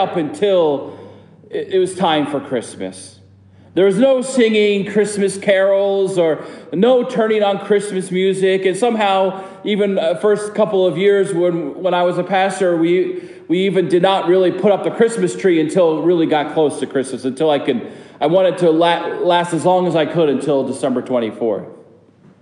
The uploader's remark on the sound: This sermon is preached at Prince of Peace Lutheran Church